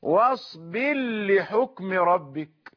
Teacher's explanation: الراء جزما بلامها، واصبر هذه الراء في حالة جزم، والراء جزما يعني تدغم في لامها التي تأتي بعدها، واصبر لحكم ربك، يقرأها المدغم هكذا، واصبر لحكم ربك. · Term: الإدغام